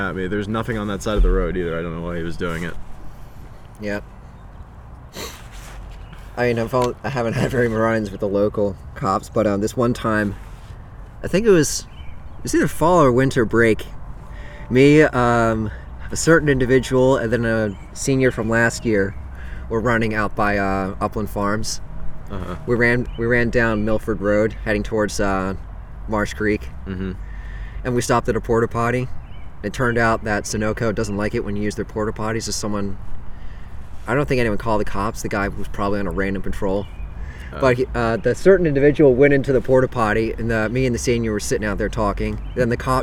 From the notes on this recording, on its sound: Yes it was windy, there are some funny sounds. There was a technical error.